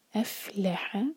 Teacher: جب فا پڑھیں تو پھونک جیسی آواز آنی چاہیے